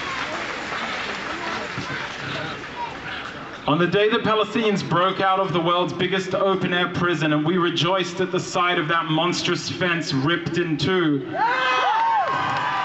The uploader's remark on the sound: Free Palestine Melbourne have held weekly Palestinian Solidarity rallies in Narrm/Melbourne. We play the powerful and moving speeches that were recorded from the rally on Sunday October 22, 2023.